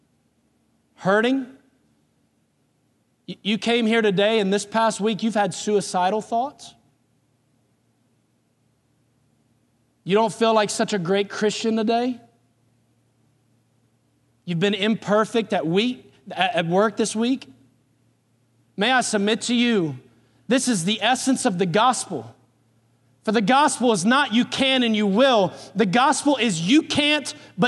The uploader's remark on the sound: Recorded on July 29, 2018 at Graceland Baptist Church in New Albany, Indiana.